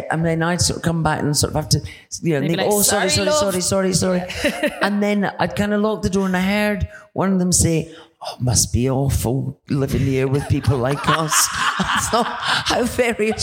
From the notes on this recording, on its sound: We're back with some of the Edinburgh Fringe live shows. Hour-long recording of their podcast.